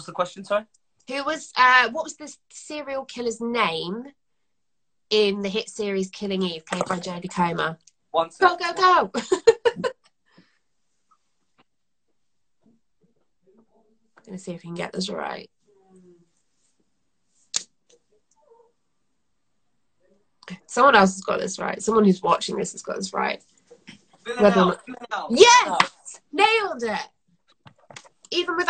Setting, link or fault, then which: fault, poor sound quality